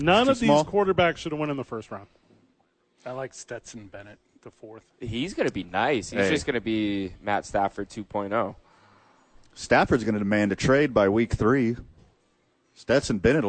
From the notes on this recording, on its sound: live from The Duke Store with friends of the show